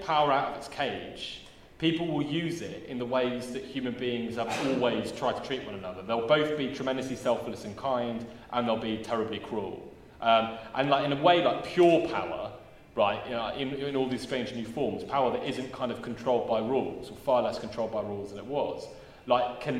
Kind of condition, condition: setting, live audience